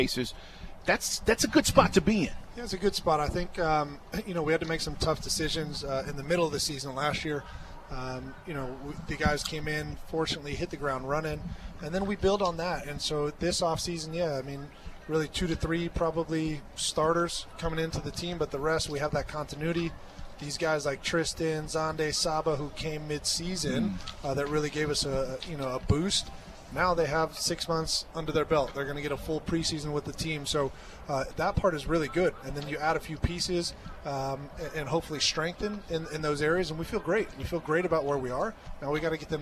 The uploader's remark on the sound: LIVE from MBS!